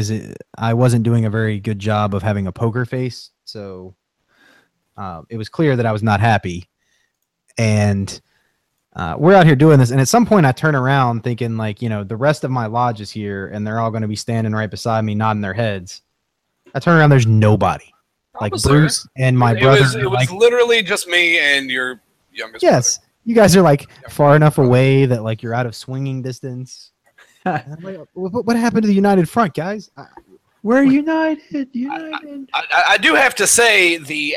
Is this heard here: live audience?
no